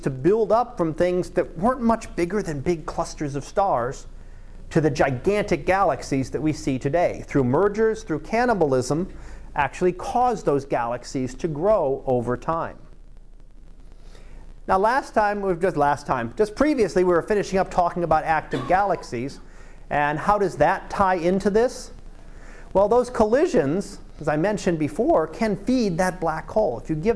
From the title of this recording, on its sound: Live Class Lecture 2017 Nov 27